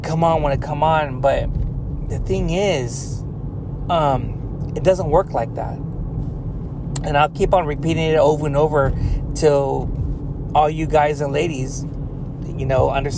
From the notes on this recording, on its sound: Car Talks. While driving home from work.